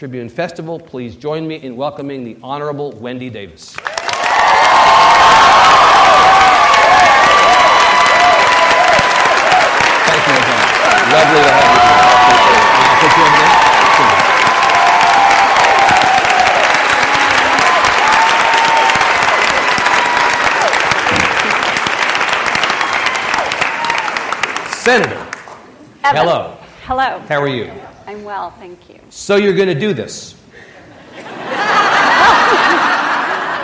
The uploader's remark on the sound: during the closing one-on-one keynote session of The Texas Tribune Festival